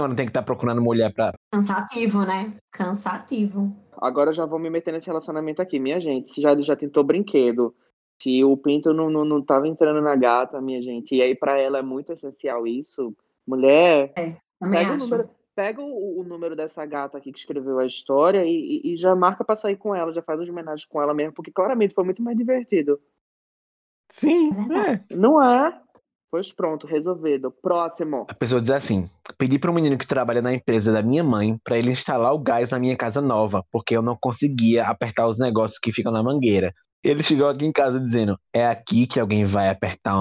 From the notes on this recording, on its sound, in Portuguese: Esse episódio foi gravado remotamente